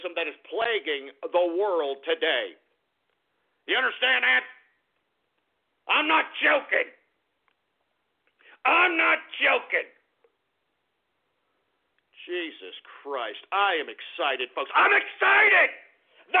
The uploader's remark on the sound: opens up the phone lines again and takes your calls